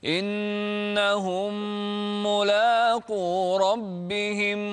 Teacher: انتبه إلى الغنن، عطها مقدار حركتين